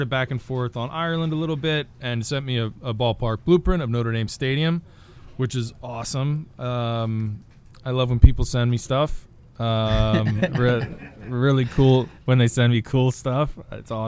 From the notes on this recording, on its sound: At Downer’s Grove Golf Club for our first live podcast after a fun round at the site of America’s first 18-hole golf course.